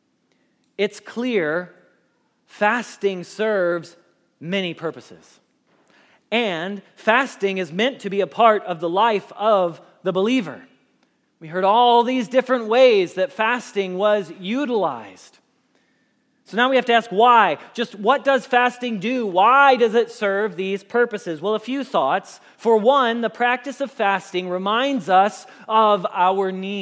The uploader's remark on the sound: Message Preached at Valley Creek Church